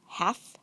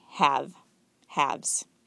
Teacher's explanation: But notice also there's a consonant change. In the singular, there's an F, half. And in the plural, it changes to a V